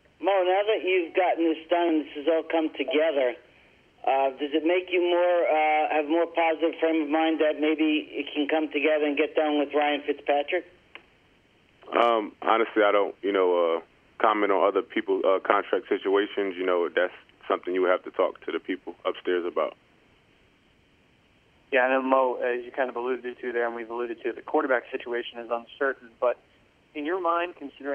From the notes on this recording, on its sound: Conference Call. Speaks with the New York Media Regarding His Contract Extension.